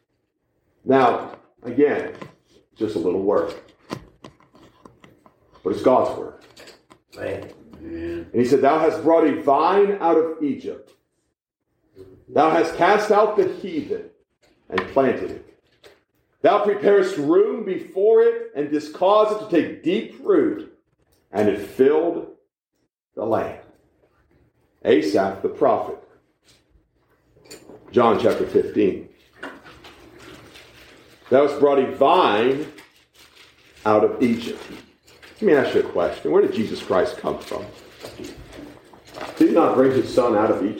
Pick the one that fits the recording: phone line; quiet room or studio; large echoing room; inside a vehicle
large echoing room